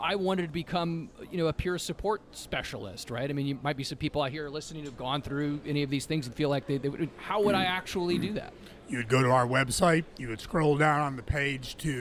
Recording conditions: busy venue